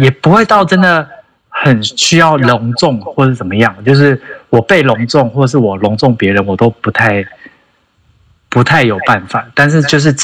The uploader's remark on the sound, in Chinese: 本集因疫情採線上收音，帶點朦朧美但一樣好聽！